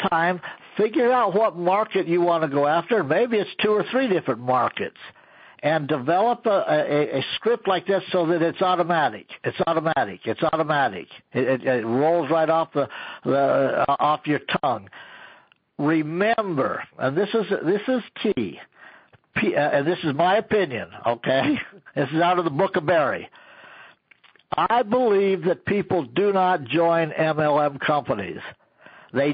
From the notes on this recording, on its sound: An archive of weekly conference calls.